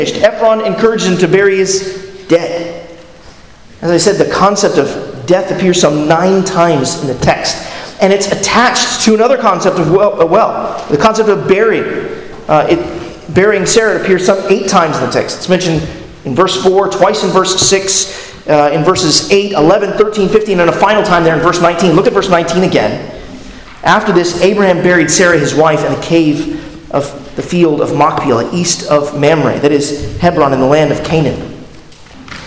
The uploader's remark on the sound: at Arlington Baptist Church in Arlington, Virginia